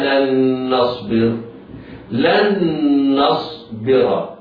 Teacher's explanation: النون لن أرغمت في نون نصبر إرغام بغنة. نص قبل الصاد ساكنة مفخمة، الباء مكسورة مرققة بعدها راء.